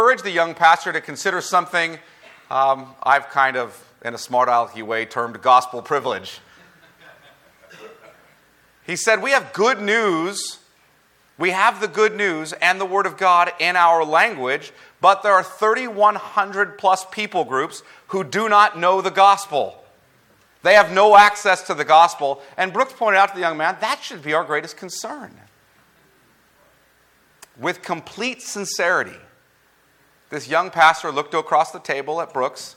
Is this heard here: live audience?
yes